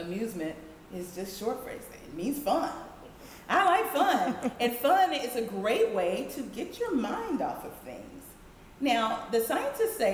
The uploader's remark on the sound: DFW Book Signing at BLACKLIT. It was recorded before a live audience.